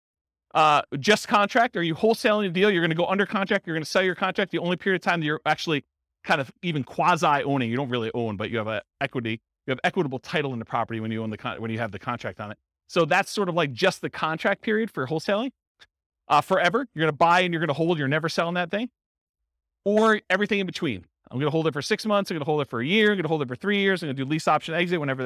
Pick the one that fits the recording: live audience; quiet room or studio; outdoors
live audience